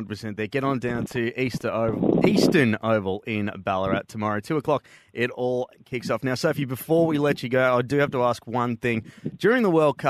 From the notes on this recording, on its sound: live from the Citipower Centre at the Junction Oval